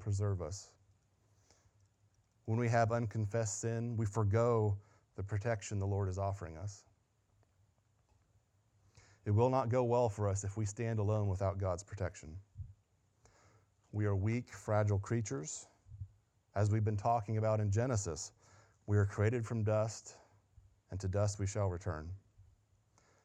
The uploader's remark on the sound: Sunday Morning Sermon Audio.